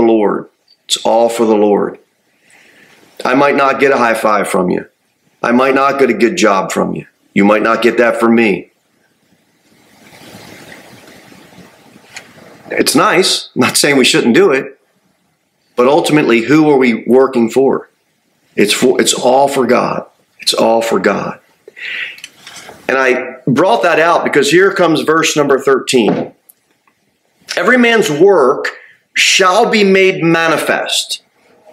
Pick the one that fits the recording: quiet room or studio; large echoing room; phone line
large echoing room